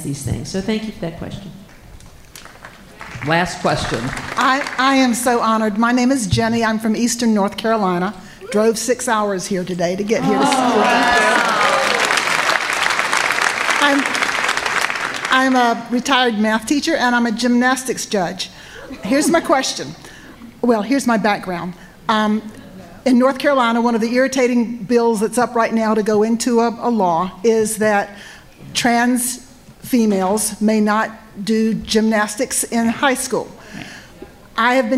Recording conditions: live audience